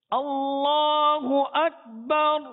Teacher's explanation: جو اللہ کا لام ہے یہ مشدد ہے، مشدد حرف دو مرتبہ پڑھا جاتا ہے